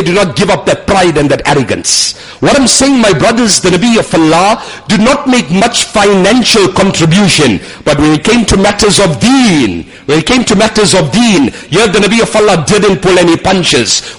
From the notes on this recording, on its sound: Jumuah lecture at Umhlanga Masjid.